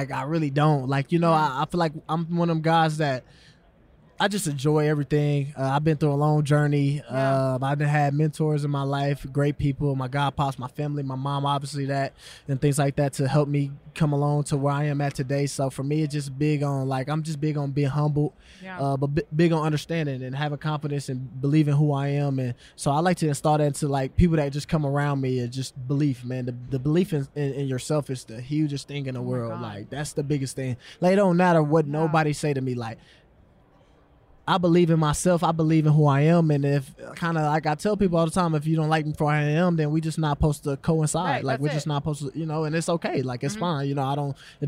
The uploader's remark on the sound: Live From Radio Row